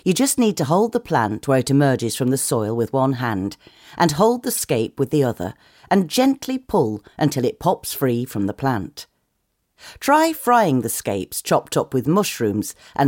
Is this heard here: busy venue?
no